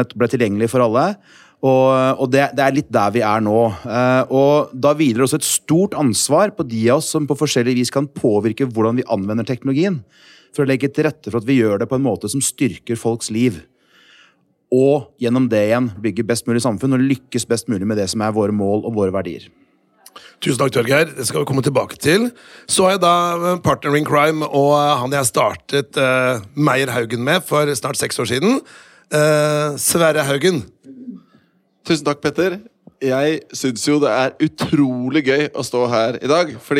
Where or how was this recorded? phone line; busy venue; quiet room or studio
busy venue